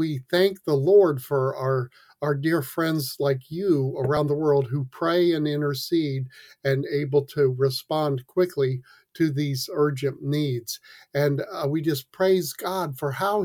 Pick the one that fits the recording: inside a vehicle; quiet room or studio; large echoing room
quiet room or studio